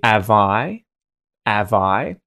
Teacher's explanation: We can then do what is called H deletion, where the H off the front of a word is no longer said